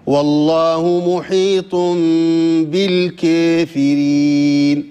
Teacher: توقف في كلمة الكافرين لأنه يقرأها بالإمالة